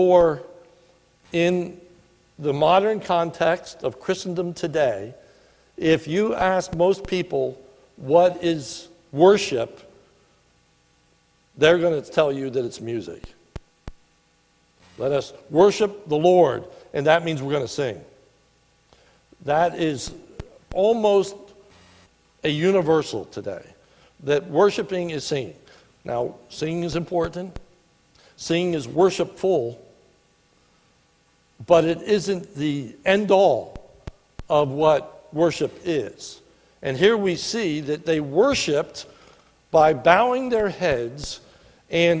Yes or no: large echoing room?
yes